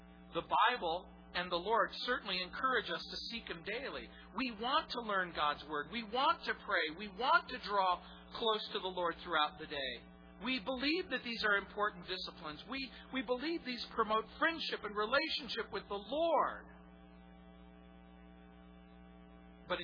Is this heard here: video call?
no